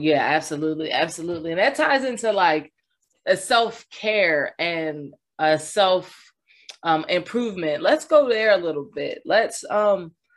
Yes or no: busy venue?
no